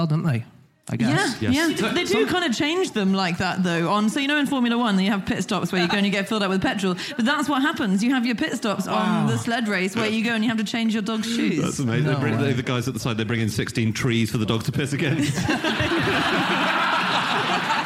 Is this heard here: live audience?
yes